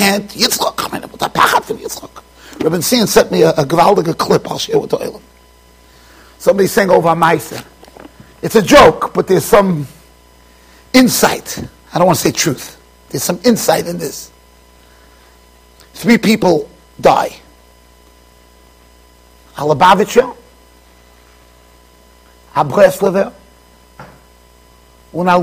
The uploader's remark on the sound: Shiur recorded in Yeshivas Ohr Reuven, Monsey NY